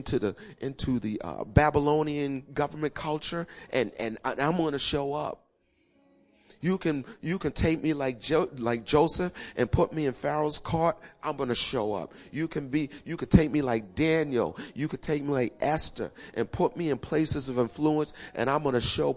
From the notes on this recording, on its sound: Recorded 02-14-2016 8:30am Service